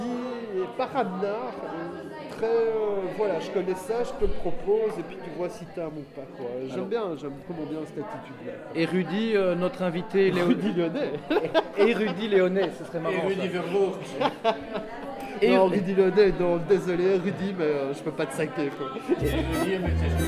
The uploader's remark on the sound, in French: A été enregistrée au Bier Circus (bar situé rue de l'Enseignement à Bruxelles). En mode "conversation de bistrot".